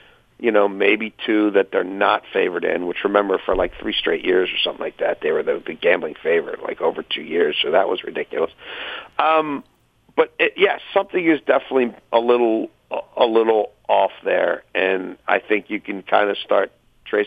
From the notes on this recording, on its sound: Phones. Calls.